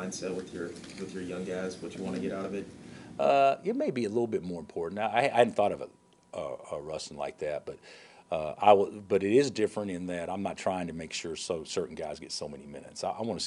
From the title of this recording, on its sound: Press Conferences & Post-Game Interviews